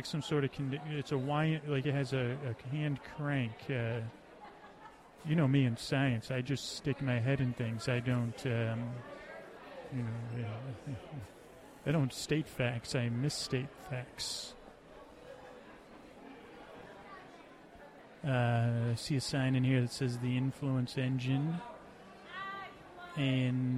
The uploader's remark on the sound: Shirtless Holiday Ghosts (more background audio) | Live at the Dickens Fair.